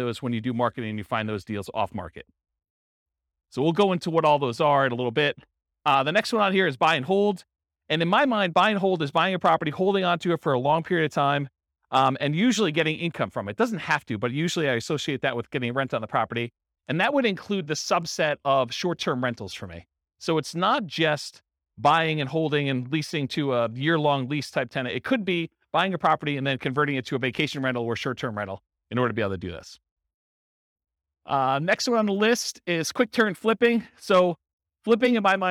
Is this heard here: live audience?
yes